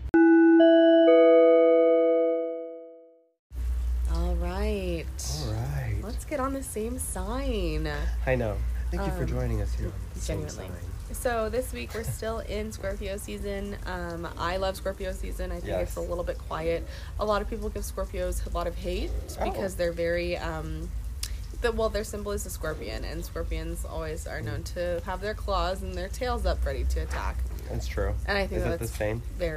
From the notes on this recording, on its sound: enjoy the beautiful weather outdoors